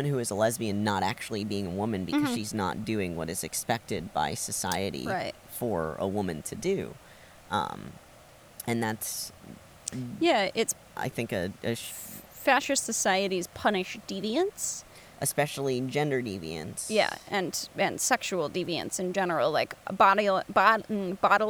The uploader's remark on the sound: Are in Canada, recording in the woods!